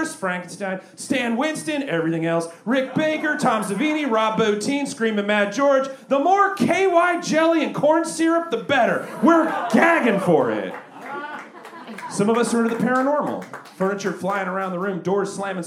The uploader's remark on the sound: Recorded LIVE at Chicago’s Historic Green Mill Lounge on October 28th 2023